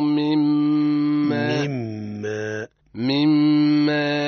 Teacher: مما ميم مشددة أي مضاعفة حكمها إظهار الغنة فيها مع بيان كسرة الميم الأولى. احنا قلنا يسمى تخليص الحركات.